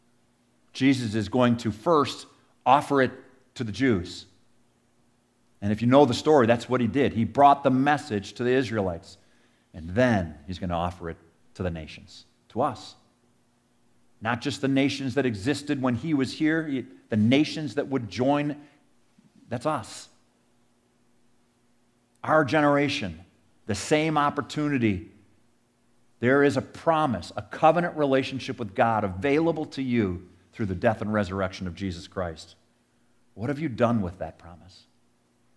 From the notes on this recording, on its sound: Sermon audio from our 2023 Easter Sunday service.